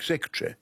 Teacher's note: In the upper class British, you know, you lose unstressed syllables, like secretary.